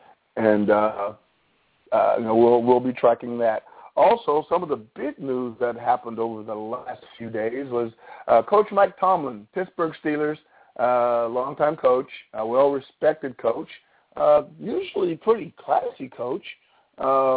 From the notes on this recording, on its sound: All Call in tonight.